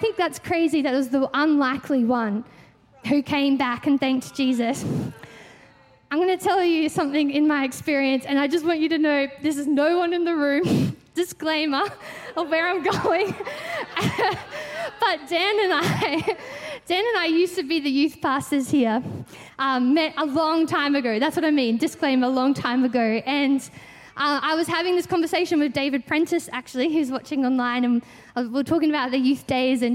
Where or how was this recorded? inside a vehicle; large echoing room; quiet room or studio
large echoing room